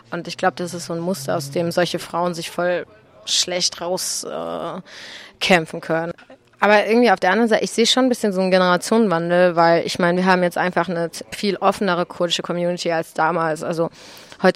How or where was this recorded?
busy venue